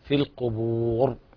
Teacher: الراء يقف عليها بالسكون مع التفخيم